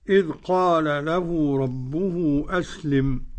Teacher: أدغم اللام في اللام السوسي عن أبي عمرو · Term: الإدغام الكبير